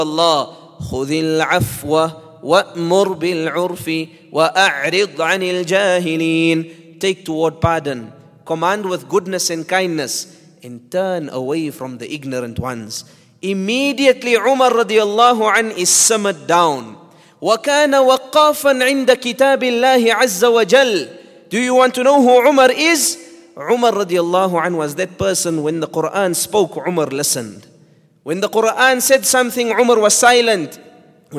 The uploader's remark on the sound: At the Houghton Masjid (West Street).